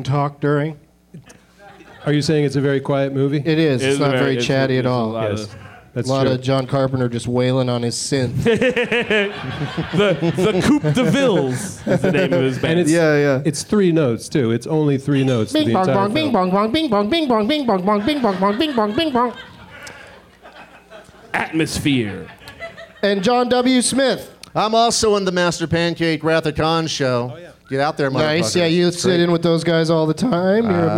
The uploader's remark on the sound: Live from Austin's Fantastic Fest